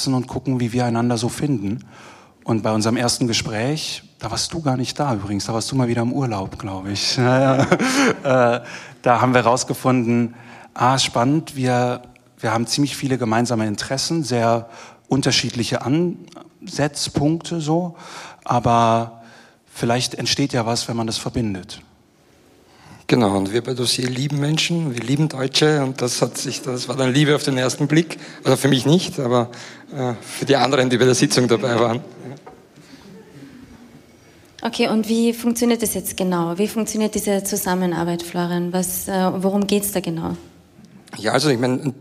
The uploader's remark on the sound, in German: Ein Mitschnitt unserer Mitgliederversammlung aus der Roten Bar des Volkstheaters.